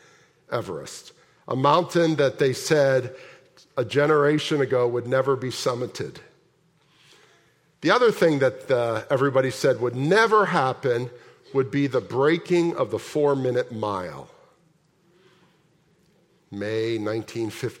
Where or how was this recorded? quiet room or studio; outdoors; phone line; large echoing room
large echoing room